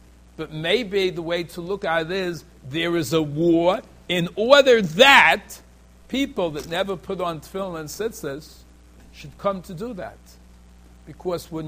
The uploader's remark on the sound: Shiur recorded in Yeshivas Ohr Reuven, Monsey, NY.